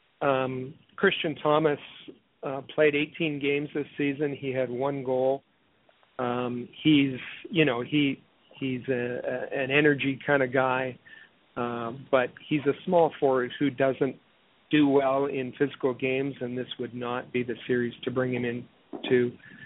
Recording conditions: phone line